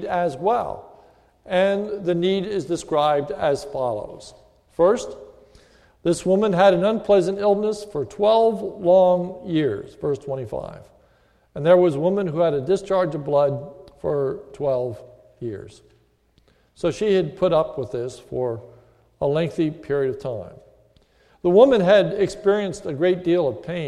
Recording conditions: large echoing room